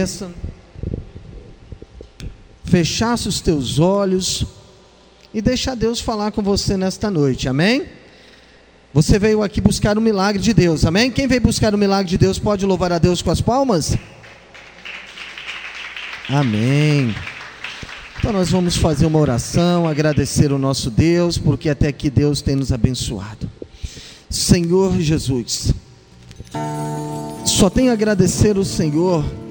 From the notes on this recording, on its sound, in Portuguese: IGREJA ASS. DO NOME DO SENHOR JESUS EM JD. TROPICAL. Culto transmitido ao vivo pela RÁDIO LIVE GOSPEL.